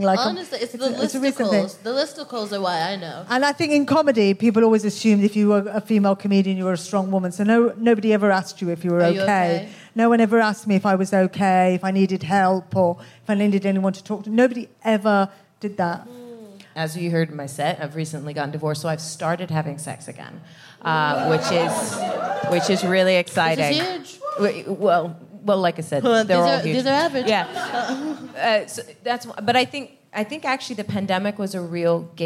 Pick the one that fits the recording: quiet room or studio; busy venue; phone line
busy venue